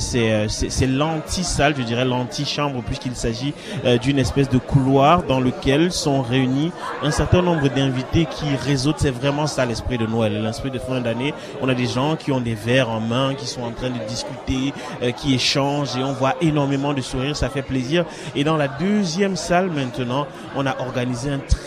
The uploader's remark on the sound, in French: Emission spéciale en direct du marché d'hiver du Collège Glendon.